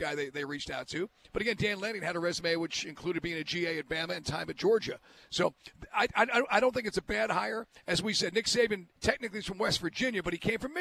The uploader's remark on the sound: LIVE at State Farm